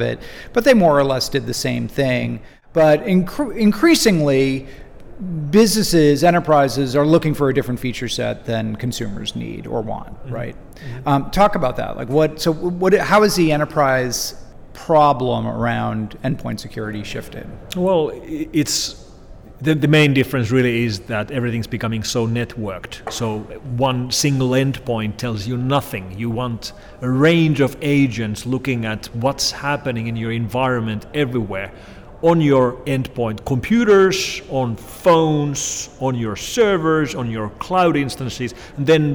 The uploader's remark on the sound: on the sidelines of the DEF CON Conference in Las Vegas